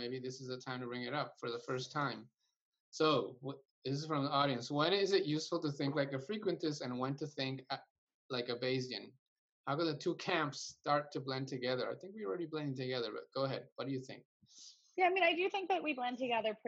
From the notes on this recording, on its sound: Our Data Science Zoominars feature interactive conversation with data science experts and a Q+A session